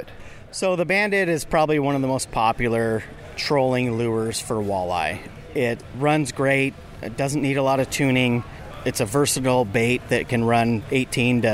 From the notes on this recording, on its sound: audio from the Washington Tri-Cities Show